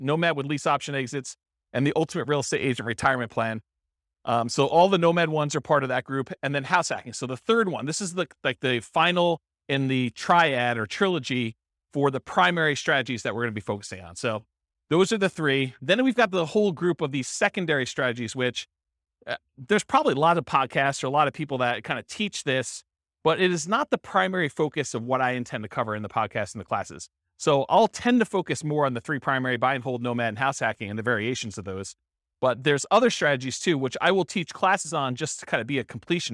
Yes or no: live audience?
yes